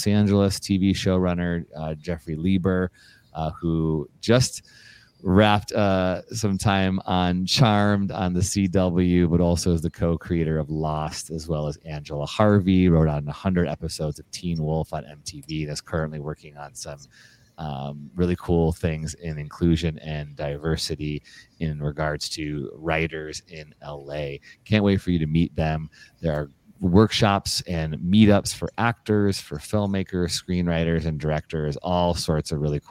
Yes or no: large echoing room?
no